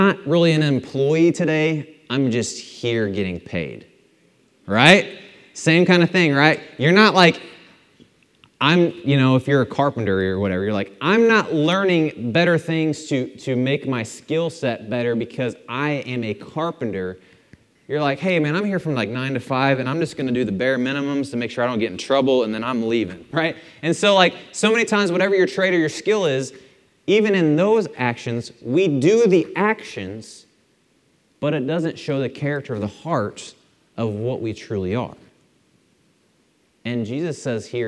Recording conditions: large echoing room